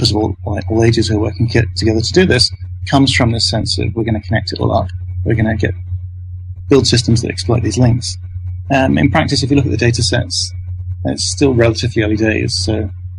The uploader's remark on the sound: I apologize for the sound quality. I recorded it from Skype.